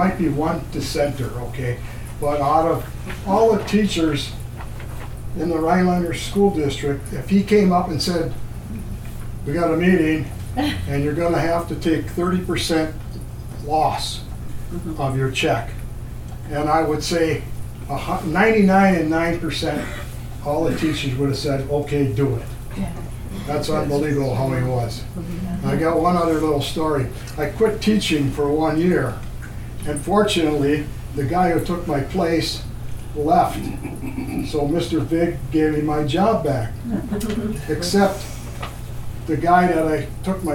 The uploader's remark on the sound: This was recorded in the RDL meeting room in December, as a kickoff event for the Rhinelander District Library Foundation’s annual Ced Vig Holiday Book Fund. We will hear more from attendees at that event who took turns sharing their own stories.